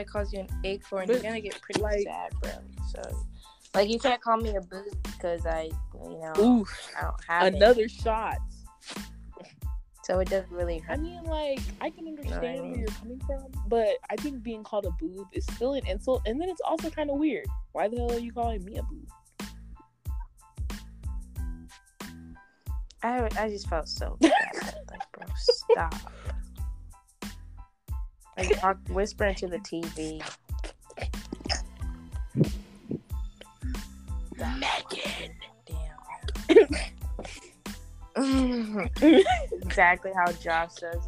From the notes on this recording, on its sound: sorry for the audio cut outs and the audio drops